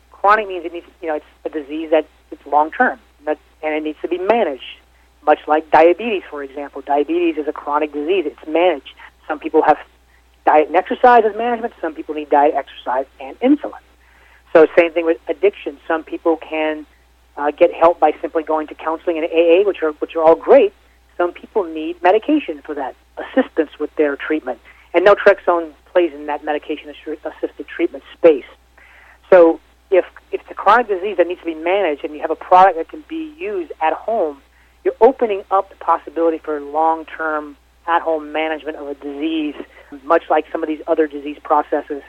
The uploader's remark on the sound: called in to SmallCapVoice.